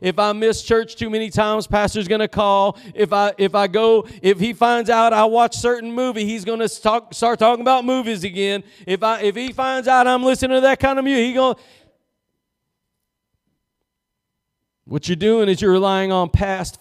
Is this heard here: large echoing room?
yes